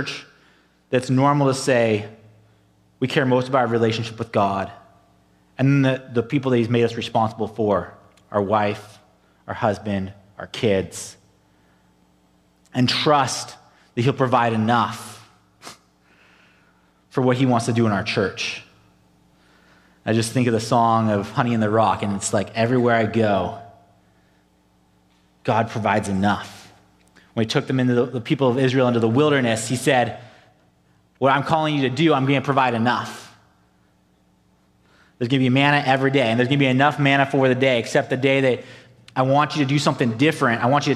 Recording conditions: large echoing room